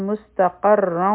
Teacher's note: قاف غټ حرف دی او را به هم غټه ویلی شي